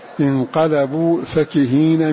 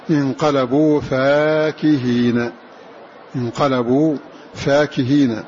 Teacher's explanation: من غير ألف بعد الفاء بالقصر أي بلا مد · Shown in: first take · وقرأ غيره بإثباتها كما هي قرأ الشاطبي فهناك فمن يمد